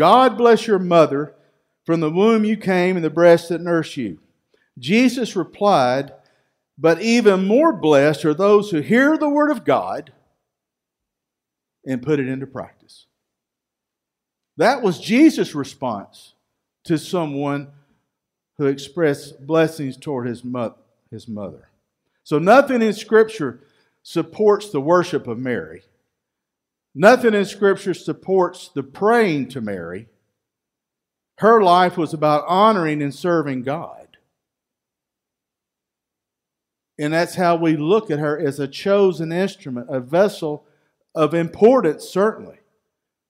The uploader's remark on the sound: Recorded live at Freedom Fellowship Church in Tontitown, Arkansas on Sunday, December 13, 2020.